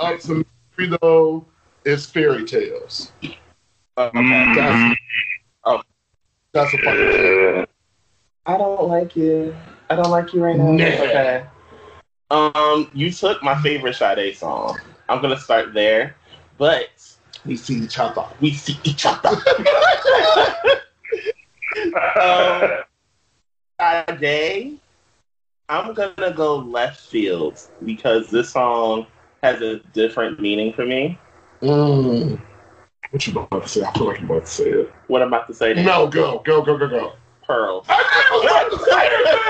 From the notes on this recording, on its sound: slight issue with audio